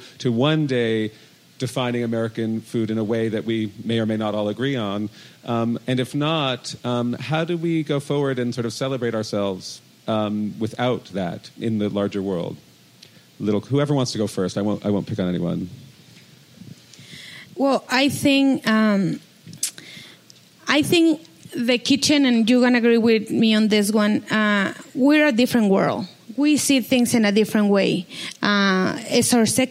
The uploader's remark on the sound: At Slow Food Nations 2017. Share their experiences with the audience.